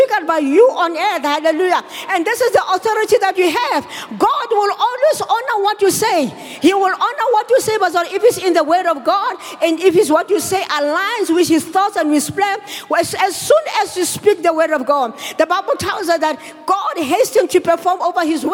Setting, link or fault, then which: setting, large echoing room